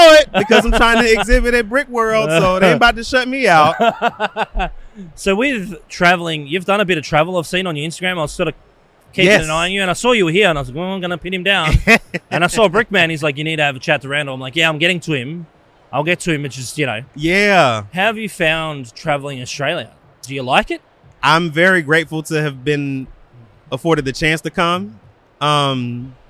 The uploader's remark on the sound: filming live on location at Brickvention 2023